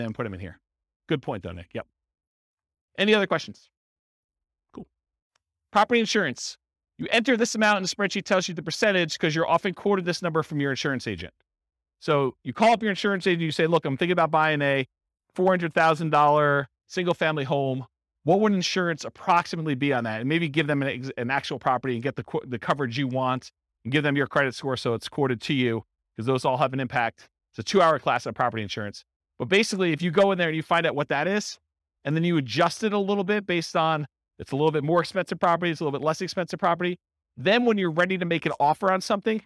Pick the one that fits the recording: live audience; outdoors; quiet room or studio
live audience